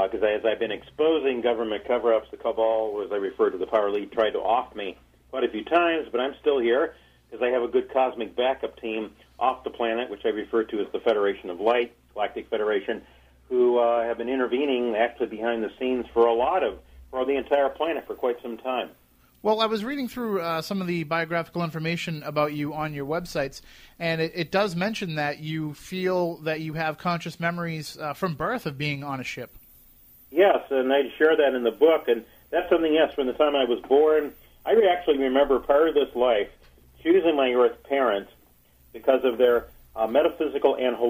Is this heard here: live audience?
no